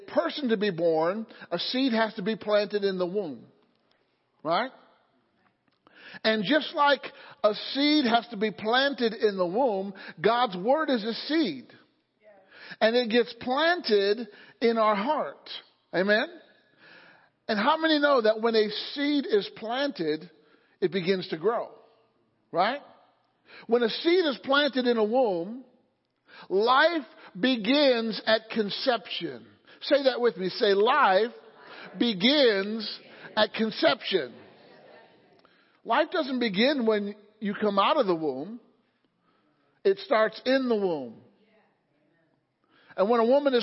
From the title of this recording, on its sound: Sunday Morning Service